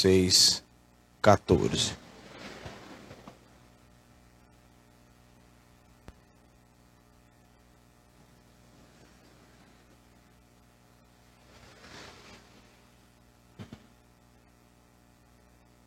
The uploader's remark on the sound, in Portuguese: Culto gravado dia 21/07/2023, na Igreja Desfrutar do Amor de Deus, em São Paulo